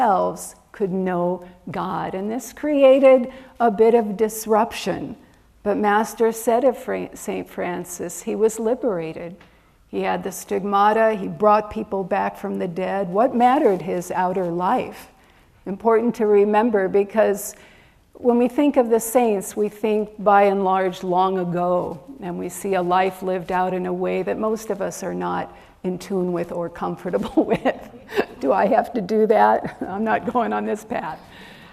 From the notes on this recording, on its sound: recorded at Ananda Village on August 27 2023